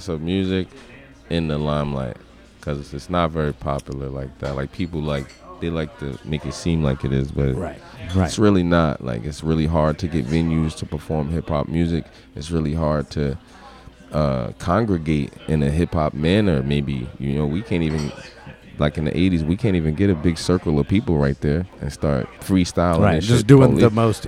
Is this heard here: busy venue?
yes